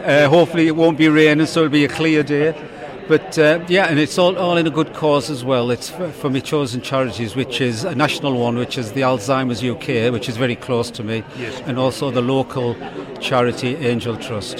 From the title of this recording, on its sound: at the 2023 Heritage Festival